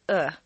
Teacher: The uh is one of the four reduced vowel sounds that are made in the throat.